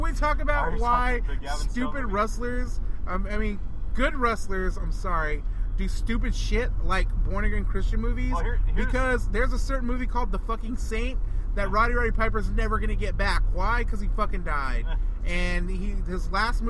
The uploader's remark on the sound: Torn Quadcast Road Trip. We recorded it on our way to San Antonio for Evolve 77 and NXT Takeover: San Antonio, so mind the background noise.